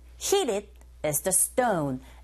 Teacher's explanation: 자, that's being heated 에서 heated로 들리지 않고 t 사운드가 강모음과 양모음 사이에 지금 중간되어 있죠. 이런 경우 네, flap 현상에 의해서 t 사운드가 r 소리에 가깝게 들려지게 됩니다. 끝에 ed 자체가 r 이렇게 되는 거죠.